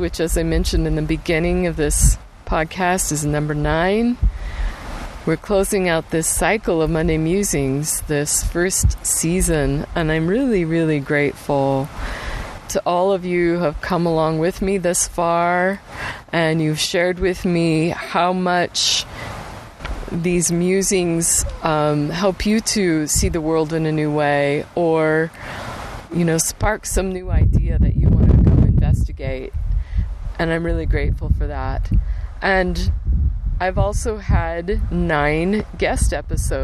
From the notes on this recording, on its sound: Accompanied by the rugged sounds of the wind and river as a backdrop for my muse.